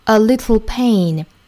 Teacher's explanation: 舌尖顶住上齿龈之后再去送气，发出这个 t 的发音 · Term: 明显送气